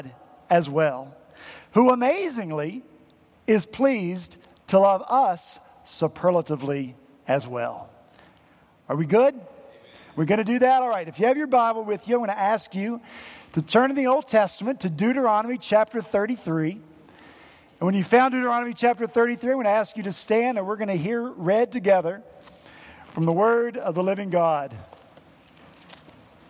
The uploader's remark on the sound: At Redeemer Presbyterian Church in Charleston, SC